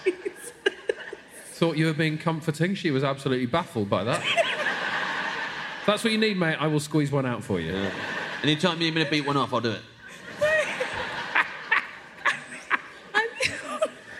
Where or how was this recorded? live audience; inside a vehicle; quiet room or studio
live audience